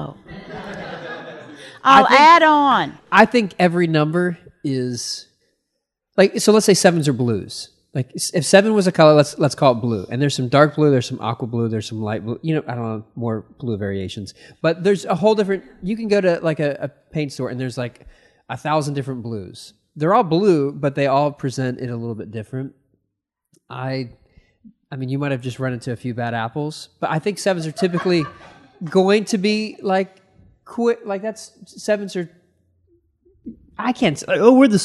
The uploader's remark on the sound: A live audience! This podcast was recorded at The Micah Center in Dallas in front of a small audience.